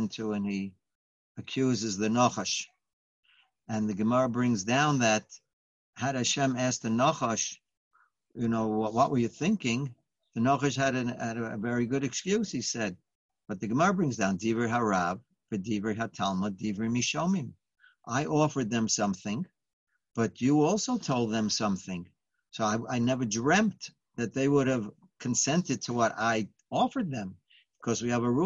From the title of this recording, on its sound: Live On Zoom: 6-16-2020